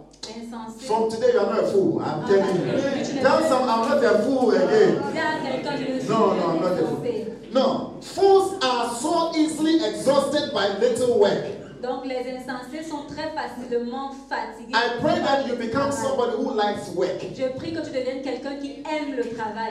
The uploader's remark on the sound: Preached during Joyful Hour Sunday Service Rabat I.